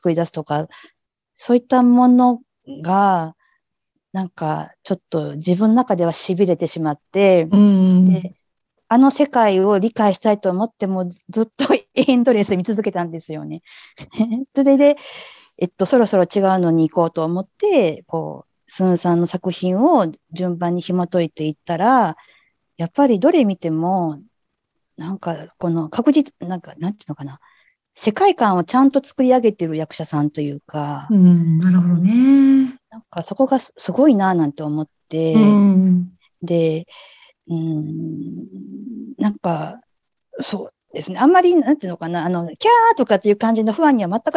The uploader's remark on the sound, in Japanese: zoom座談会で語りました！